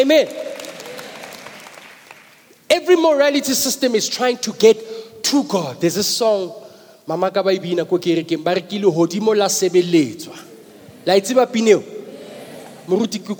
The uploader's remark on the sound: preached at the Good Friday Celebration 2022, hosted at Grace Bible Church Pimville